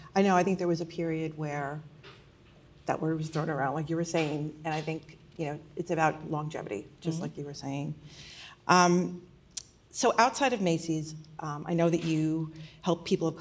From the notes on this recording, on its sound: This episode was recorded during a session at the Women in Retail: On the Road New York City event last month.